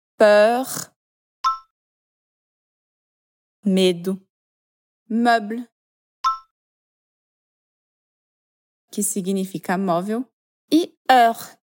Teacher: a gente faz a boca do O e fala E. E aí fica uma cara meio estranha. · Term: E cara de vômito